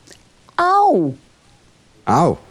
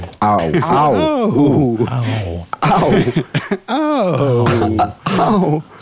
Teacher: Je gaat van a naar oe. · Term: tweeklank